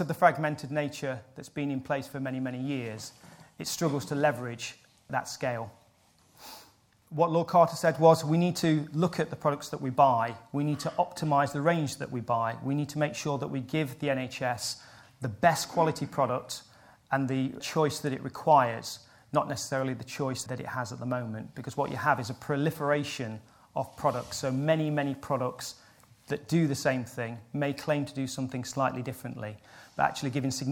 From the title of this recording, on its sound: NHS Supply Chain – SHD Logistics Conference 2019 keynote highlights